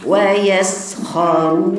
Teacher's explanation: شوف الصفير واضح ازاي والرخاوة